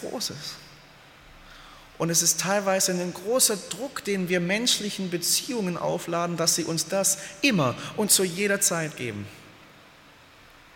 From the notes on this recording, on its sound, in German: aus dem Gottesdienst der Liebenzeller Mission